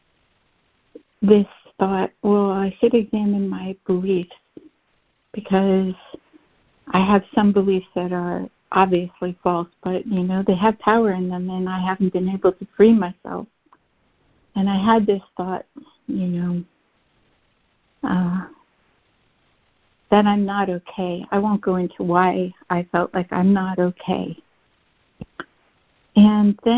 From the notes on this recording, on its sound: ACIM Daily Conference Call.